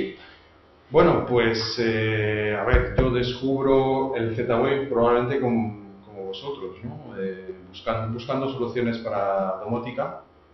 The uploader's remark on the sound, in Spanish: Contenido de audio grabado durante la Open Class